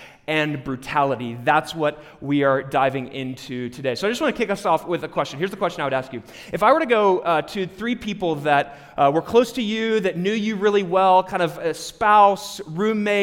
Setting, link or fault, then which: setting, live audience